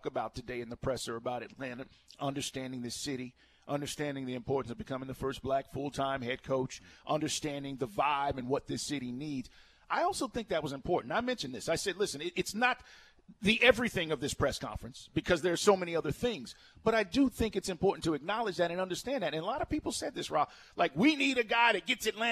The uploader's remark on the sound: LIVE from Mercedes-Benz Stadium